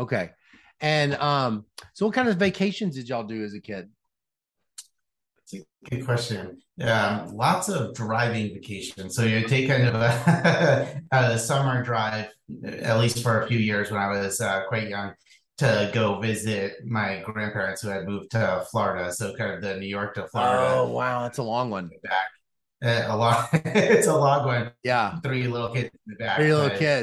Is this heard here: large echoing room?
no